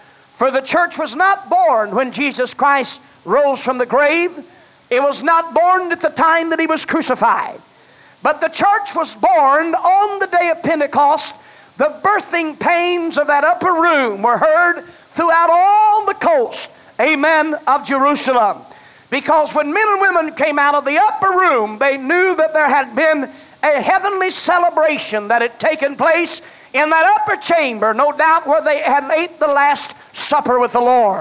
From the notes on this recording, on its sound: was preached at First Apostolic Church in North Vernon, Indiana, November of 1989.